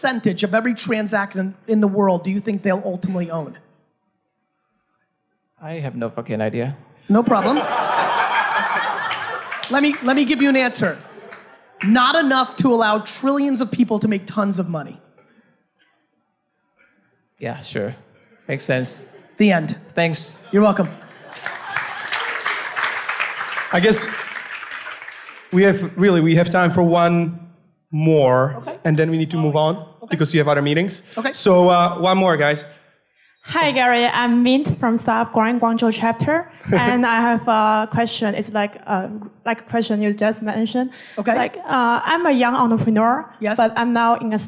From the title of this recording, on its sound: A HUGE Fireside Q&A at Startup Grind HONG KONG